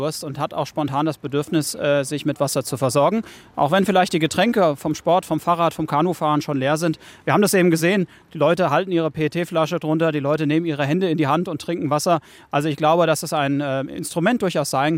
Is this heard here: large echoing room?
no